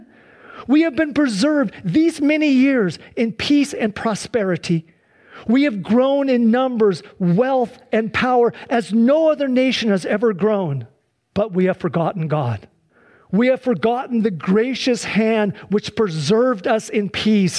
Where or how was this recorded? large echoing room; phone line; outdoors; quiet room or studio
large echoing room